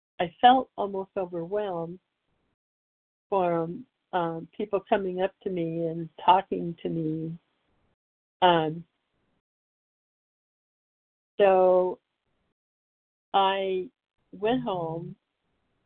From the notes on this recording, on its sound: from the 100 Pounders Phone Meeting, 5/29/23